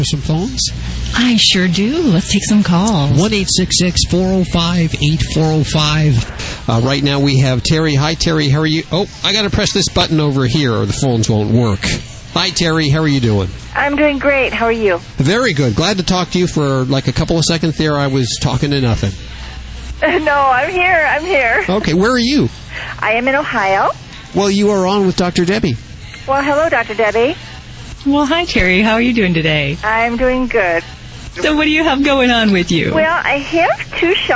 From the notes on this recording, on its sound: Animal Radio® is on-the-road again! This time we're live from the Queen Mary in Long Beach, California for the National Association of Professional Pet Sitters Conference. Something weird happens when the whole gang leave the studios!